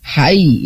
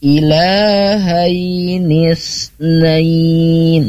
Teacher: karena ini di akhir kalimat menjadi mad lin, karena cara bacanya menjadi panjang · Shown in: second take · Panjangnya boleh 2 harokat, boleh 4 harokat, boleh 6 harokat ya.